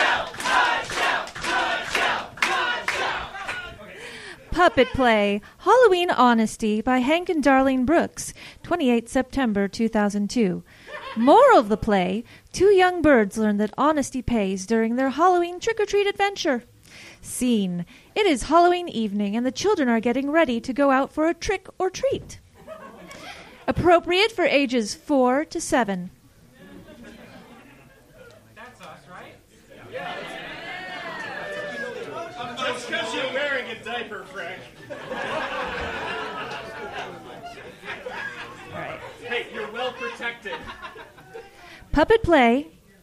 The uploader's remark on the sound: It took us until our seventh F Plus Live to figure out that we could do it somewhere other than Minneapolis, and that we could do it in a theatre! Seattle.